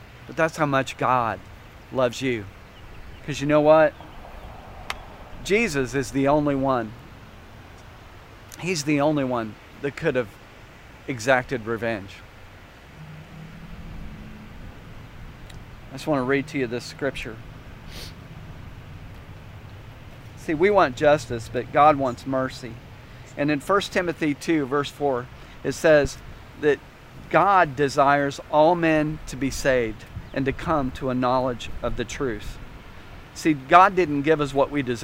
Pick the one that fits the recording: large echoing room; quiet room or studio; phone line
large echoing room